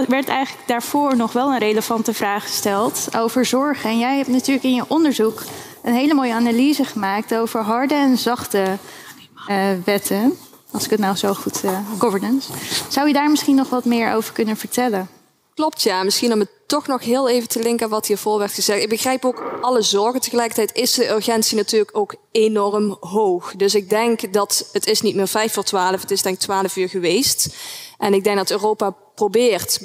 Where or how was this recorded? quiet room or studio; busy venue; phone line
busy venue